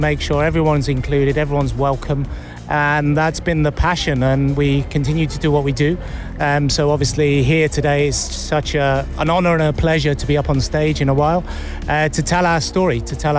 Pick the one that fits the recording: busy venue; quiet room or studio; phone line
busy venue